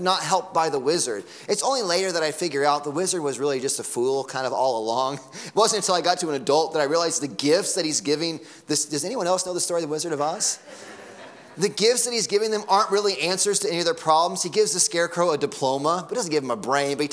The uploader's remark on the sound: Sunday Morning Sermon Audio